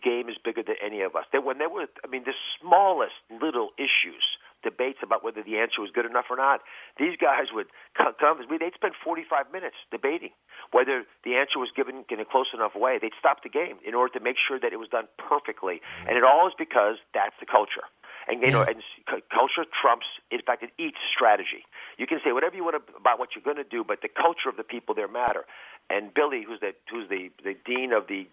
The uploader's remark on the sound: He called in to the big show